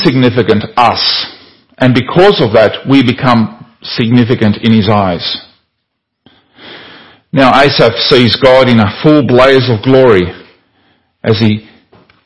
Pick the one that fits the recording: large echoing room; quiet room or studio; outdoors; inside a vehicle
large echoing room